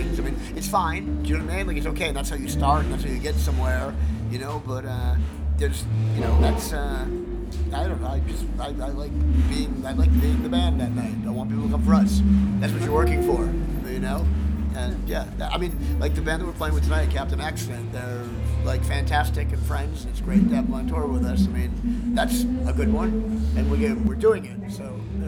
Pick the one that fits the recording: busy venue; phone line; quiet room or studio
busy venue